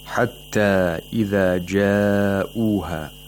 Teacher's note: Another phrase, hatta ida, we have matul munfasil. We have a disjunct mad because the long vowel and the hamza are in two different words. But in the word ja'uha, we have matul muttasil because they are in the same word.